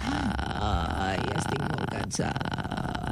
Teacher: los plegues vocales vibran de forma muy relajada · Term: el cric